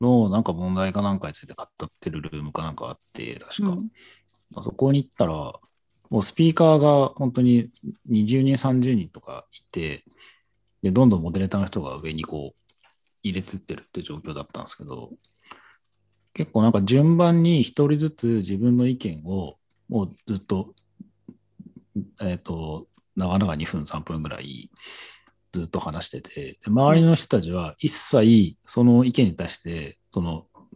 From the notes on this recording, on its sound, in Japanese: ClubhouseとZoomで同時収録